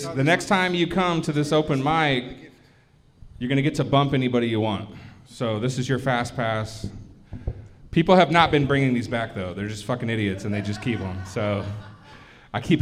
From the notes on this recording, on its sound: Talented and experienced comedians share the stage with first-timers and open-mic’ers in this late-night talk show-meets-podcast setting. Recorded LIVE from Shark's Comedy Club in Dallas, Texas.